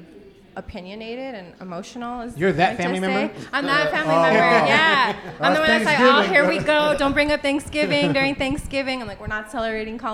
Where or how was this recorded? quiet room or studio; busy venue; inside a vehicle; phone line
busy venue